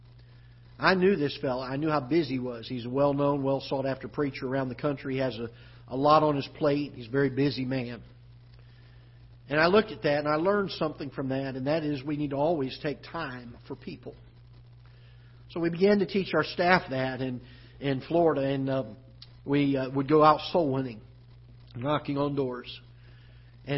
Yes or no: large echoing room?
yes